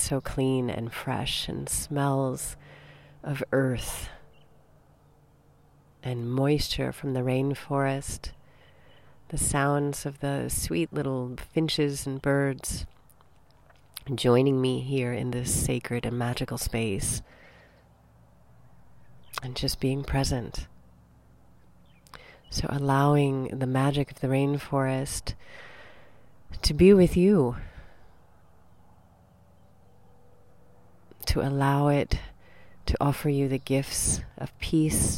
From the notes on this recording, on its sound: Recorded 'mom style' (no frills, just me, a mic and the Hawaiian rainforest).